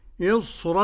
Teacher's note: إصرا هنا الراء لورش لا ترقق لأن قبلها حرف استعلاء